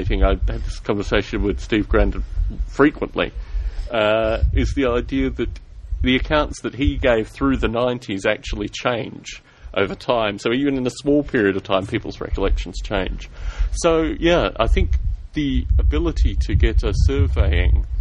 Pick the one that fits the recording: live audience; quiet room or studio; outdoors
outdoors